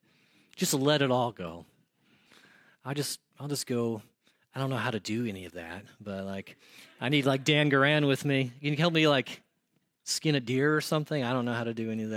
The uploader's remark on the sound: audio from New City Church in Champaign-Urbana, IL